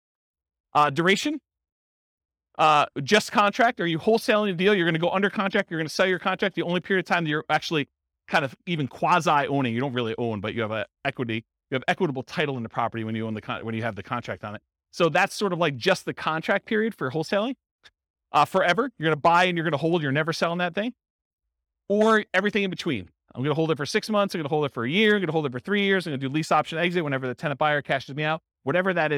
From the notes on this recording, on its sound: This was a live class recorded